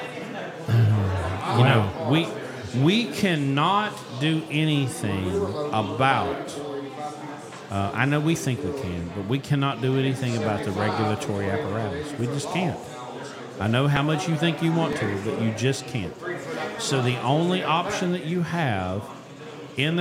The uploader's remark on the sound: It's time again for the RESET YOUR MINDSET LIVE EVENT for 2023. We're live at the Wingate in Hurricane for the reception before the event begins.